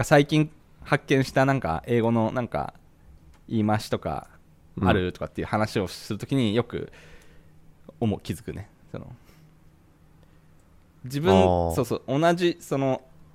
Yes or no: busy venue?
no